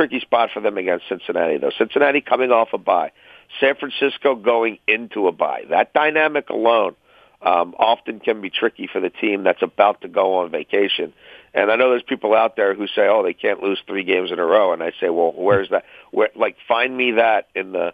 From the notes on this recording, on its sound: phone in with their weekend picks